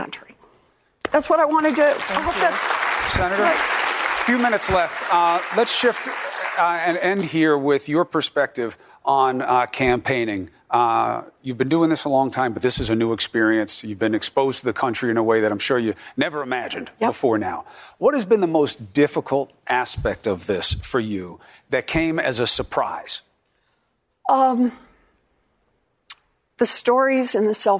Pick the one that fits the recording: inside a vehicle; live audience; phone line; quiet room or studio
live audience